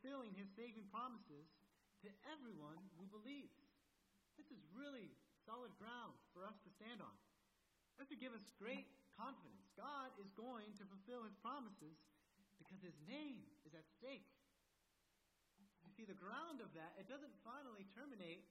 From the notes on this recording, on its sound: At First Baptist Church in Delphi, Indiana. Is an evangelical church in Delphi, Indiana.